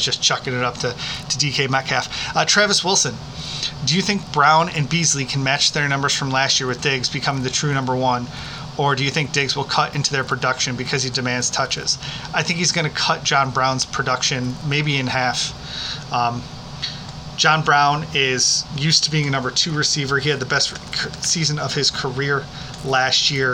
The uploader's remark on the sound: We did have some background noise in this episode. Live recordings always present some challenges.